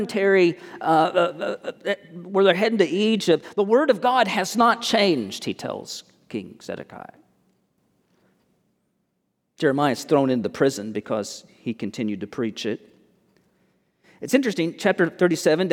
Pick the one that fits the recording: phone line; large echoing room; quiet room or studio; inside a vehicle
large echoing room